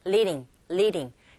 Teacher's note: 모음과 모음 사이의 드 사운드도 트 사운드와 똑같이 알소리에 가깝게 들리게 되죠